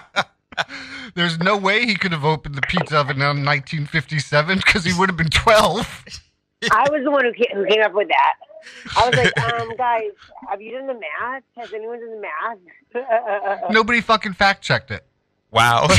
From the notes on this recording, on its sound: phoned in from the shelter